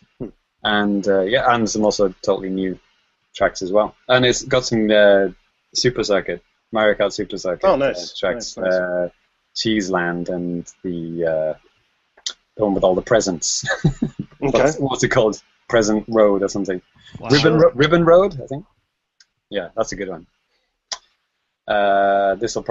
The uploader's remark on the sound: Recorded on Google Hangouts On Air live